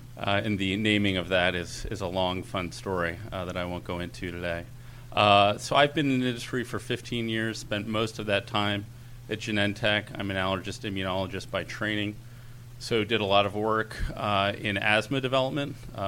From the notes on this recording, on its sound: recorded at the 7th annual Chief Medical Officer Summit